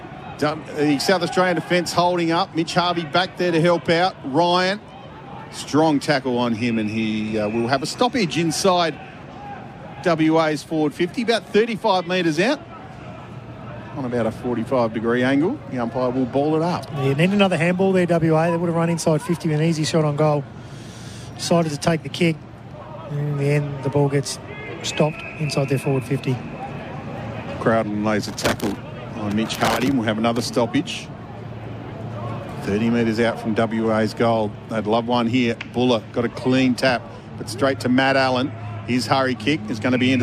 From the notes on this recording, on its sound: All the action live from Adelaide Oval for SEN.